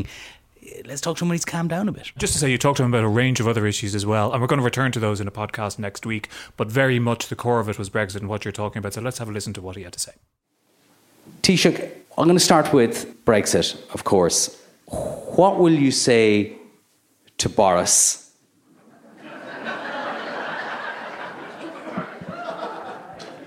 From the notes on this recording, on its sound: The interview was recorded live at the MacGill Summer School.